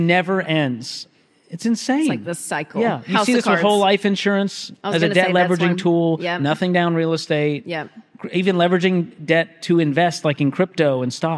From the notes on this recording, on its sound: a LIVE audience